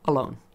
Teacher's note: It's not alone, it's alone. Therefore, because that L is the leader, it's a light L. You just lift the tip.